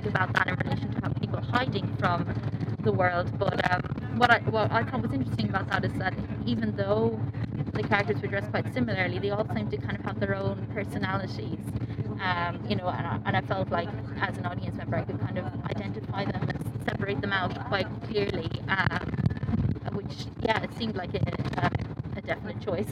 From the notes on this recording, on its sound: On location in London. It was recorded on board the Oxford Tube coach to capture the immediacy of response - we trust occasional sound distortion and background noise will not detract. Variation in sound quality comes from recording in public spaces or in transit.